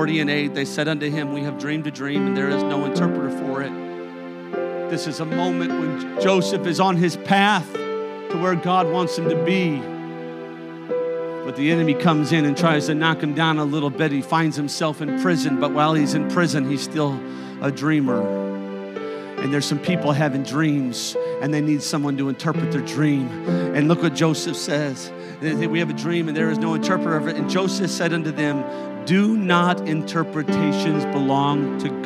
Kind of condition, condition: setting, large echoing room